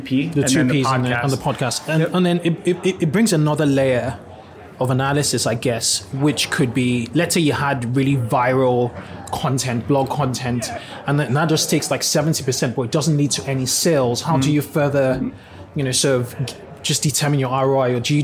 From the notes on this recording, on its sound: This is interview #1 at the Klaviyo:BOS 2019 conference.